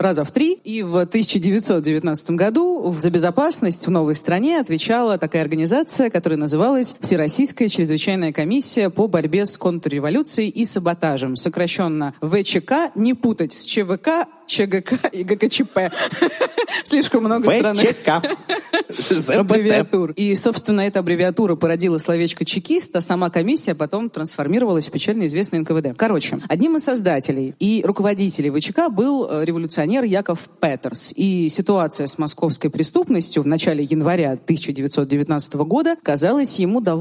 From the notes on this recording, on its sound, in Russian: Большая открытая запись в ЦК «ЗИЛ», где собрались больше 600 поклонников тру-крайма